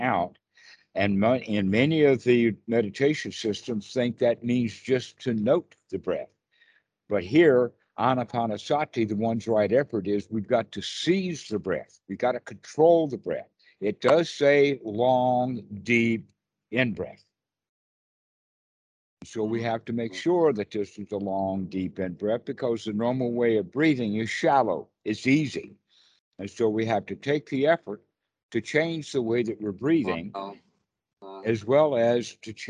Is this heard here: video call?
yes